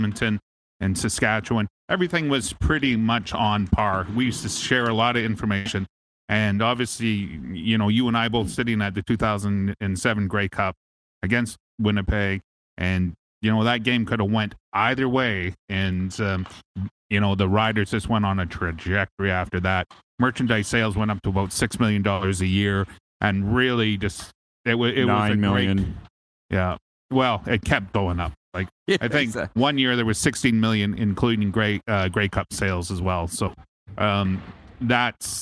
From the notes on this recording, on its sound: LIVE from inside Rogers Place in Edmonton, Alberta